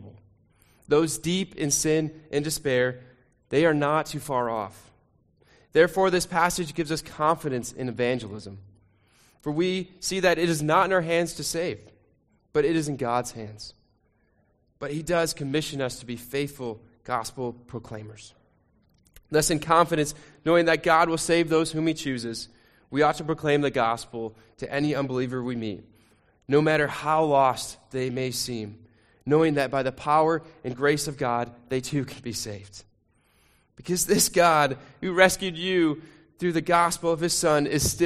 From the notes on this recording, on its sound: Sermon recording from Sunday 2 Jul 2023